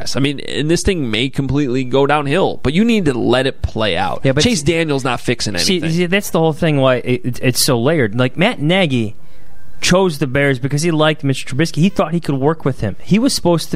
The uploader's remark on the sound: Bears-Eagles Postgame Show from Lincoln Financial Field. After a 22-14 loss in Philadelphia.